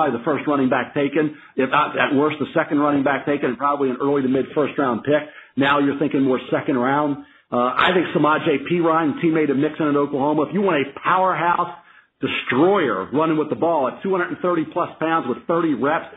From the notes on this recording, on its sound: NFL Draft Conference Call. In a conference call.